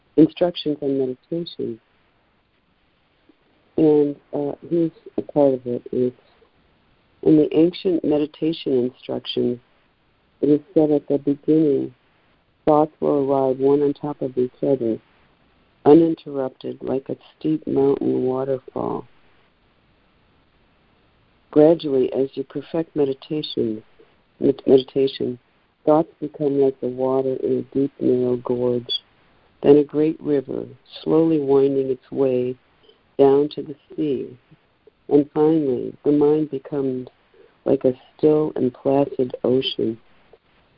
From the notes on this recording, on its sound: ACIM Daily Conference Call